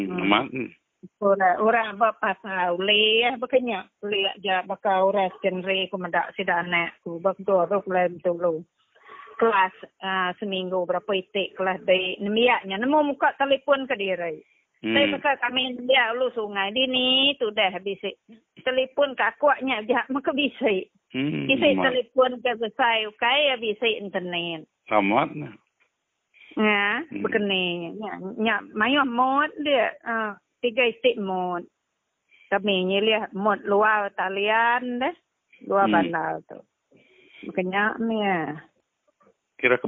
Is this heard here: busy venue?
no